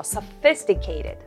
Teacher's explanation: アクセントは1つ目の I について sophisticated になります。